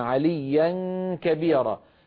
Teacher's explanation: ينقفل أقصى اللسان، يقفل الحلق تماما فلا يبقى من الفم من ناحية الفم أي صوت، ويتحول كامل الصوت عن طريق الخيشوم